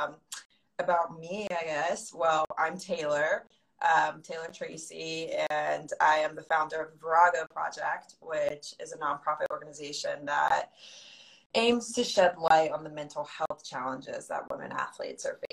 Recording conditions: video call